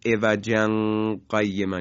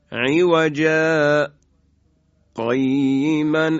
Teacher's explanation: به اندازه تقریبا دو حرکت صوتمون یه لحظه قطع میکنیم اما نفس دیگه نمیگیریم · Shown in: second take · به این شکل عوجا قیمن ادامهشو میخونیم. · Term: سکت